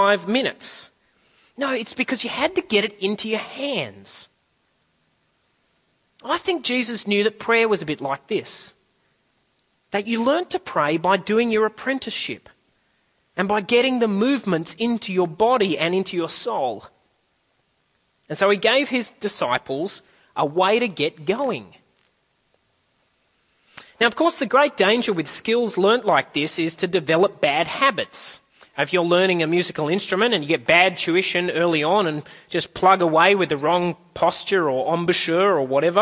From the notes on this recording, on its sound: At a CIG service